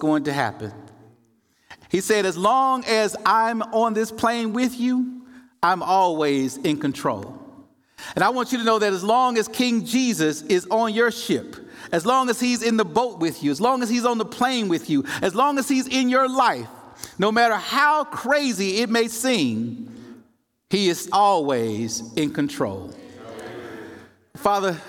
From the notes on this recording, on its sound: In the first presentation from Monday night's main session of the 2023 Propel Conference.